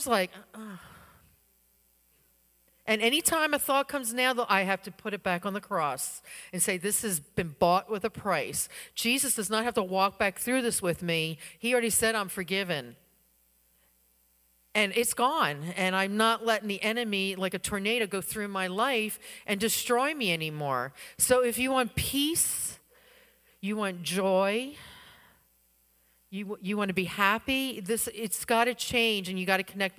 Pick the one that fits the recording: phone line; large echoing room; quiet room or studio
large echoing room